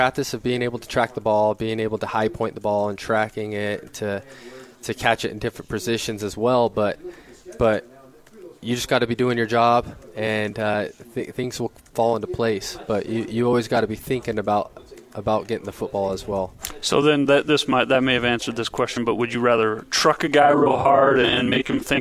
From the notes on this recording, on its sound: live from BYU Media Day